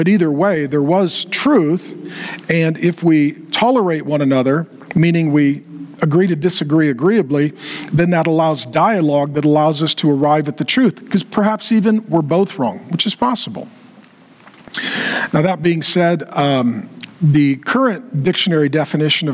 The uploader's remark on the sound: In this throwback talk from 2022. Gave a lecture at TheosU.